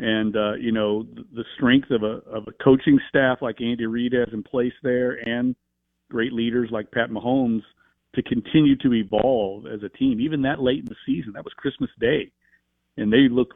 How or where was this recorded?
phone line